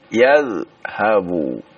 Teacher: Huruf zal juga bukan huruf qalqalah, ya. Jadi jangan di qalqalahkan, ya.